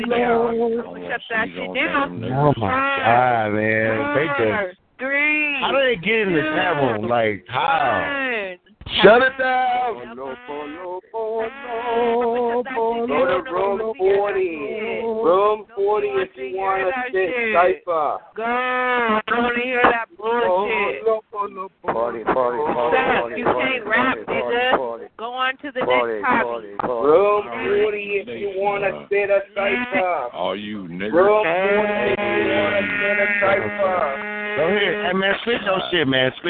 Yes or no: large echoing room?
no